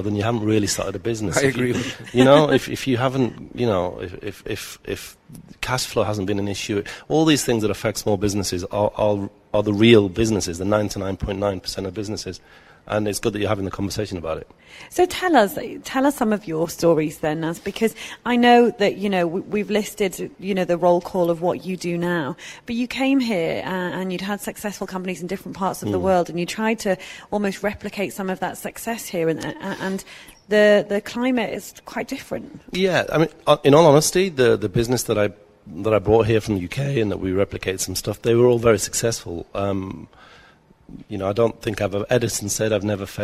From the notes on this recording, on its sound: Live at Etisalat Hub. Live from the Etisalat Hello Business Hub.